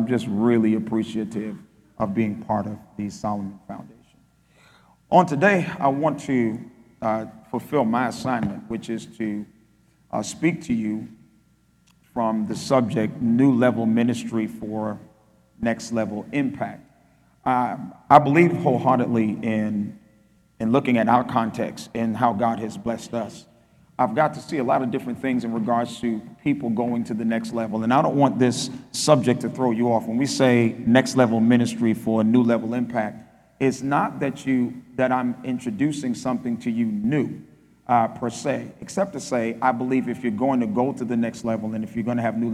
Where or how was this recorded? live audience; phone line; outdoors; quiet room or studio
live audience